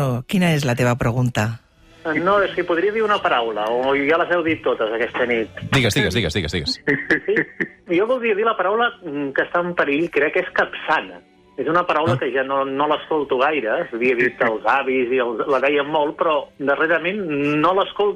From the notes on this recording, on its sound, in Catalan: Obrim telèfons per comprovar-ho en directe.